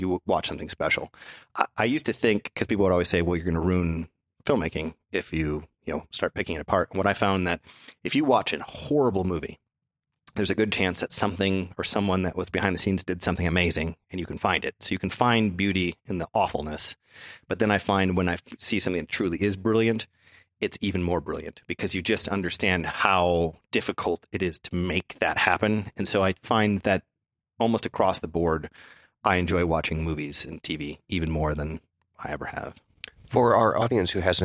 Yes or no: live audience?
no